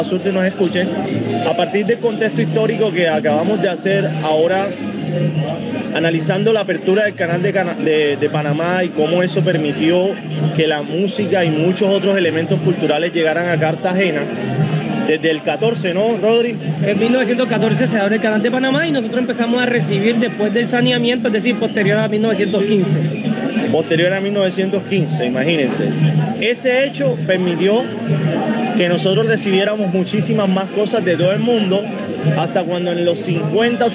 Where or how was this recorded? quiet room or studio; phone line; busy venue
busy venue